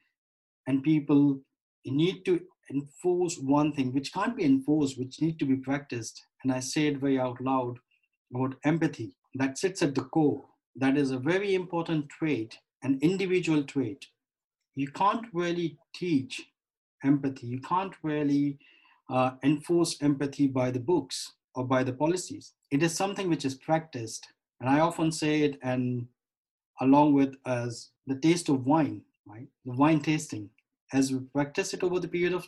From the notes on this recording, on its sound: over Zoom